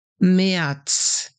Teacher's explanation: Jetzt sprichst du das R wie ein A.